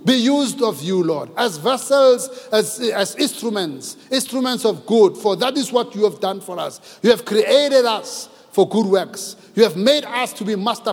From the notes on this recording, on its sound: preached at Grace Bible Church Pimville on the 10th of April 2022 at the 9am Service